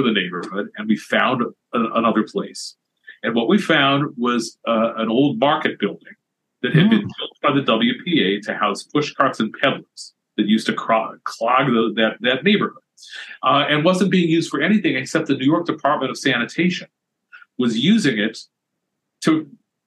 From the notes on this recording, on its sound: We recorded this episode via Zoom. Before the talk, he lost his voice. To spare his voice and energy, we stopped the recording at a certain point.